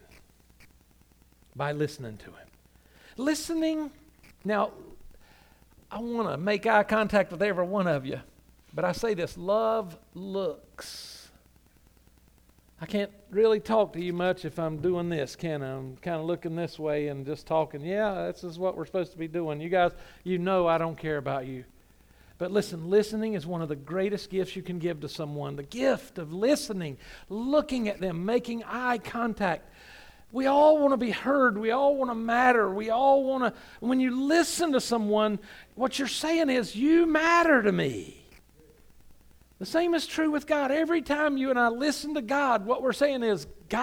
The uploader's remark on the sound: Sunday Morning – 11am Service.